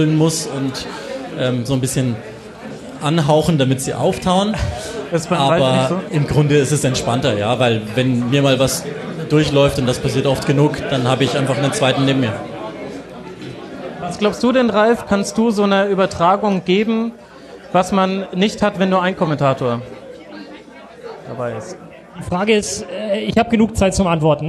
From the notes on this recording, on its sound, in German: Die erste Rasenfunk-Live-Folge! Das erste live vor Publikum aufgezeichnete Tribünengespräch fand im Rahmen des tkschland in München statt. Dank der Location im Stadion an der Schleißheimer Straße wurde aus dem Tribünengespräch ein Tresengespräch. Die Rahmenbedingungen waren etwas anders als sonst und dementsprechend ist diese Folge kürzer als gewohnt, vielleicht auch ein bisschen lauter im Hintergrund, aber so ist das eben: live ist live.